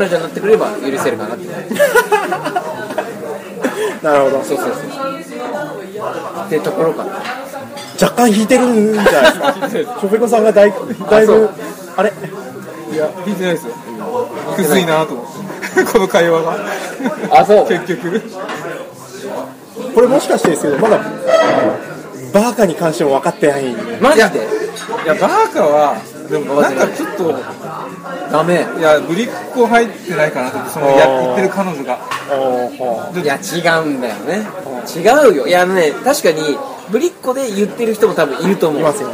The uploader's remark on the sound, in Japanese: 夜の飲み屋でその会話は始まりました。ちなみに居酒屋収録なので、色々と雑音が混じってます。